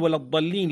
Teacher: إذن أنا انتقلت من اللام إلى الضاد مباشرة. إذن لا وجود للألف في ولا، ولا وجود لهمز الوصل، ولا وجود لللام الساكنة إذ أدغمت في الضاد